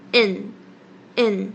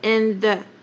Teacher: in 的时候，你的舌尖是不是马上会顶到你的上颚，也就是你的牙齿后方一点点的部分 in 可是在念 in the dark 的时候呢，麻烦大家舌头先不要顶到你的牙齿后面的上颚，你就是舌头先放在空中不要动哦。 in 就是光有那个 n 的感觉 in 可是还不要顶，然后把那个舌尖的那个要顶的地方直接移到原本的 th 的音，等于是 in the 等于是你把你那个顶的位置直接省略，然后连到 th 的音 · Shown in: second take · Term: 连音